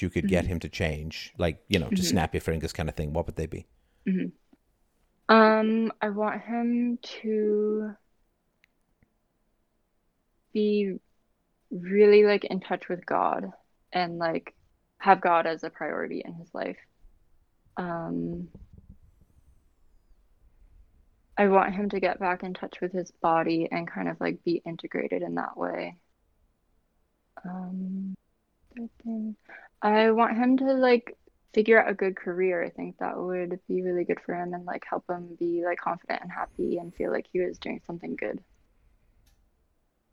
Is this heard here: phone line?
yes